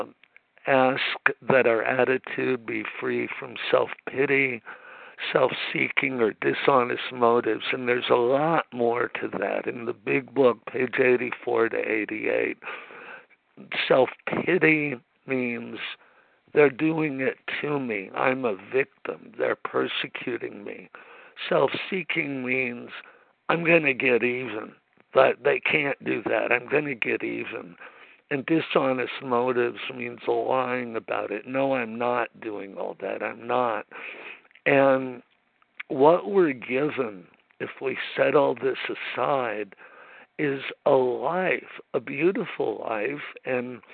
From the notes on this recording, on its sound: 100 Pounders Phone Meeting